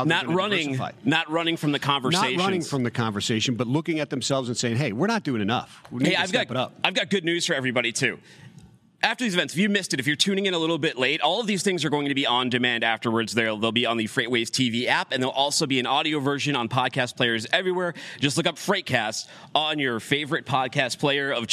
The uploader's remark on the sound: The LIVE desk sets from the 3PL Summit. Live from the main desk.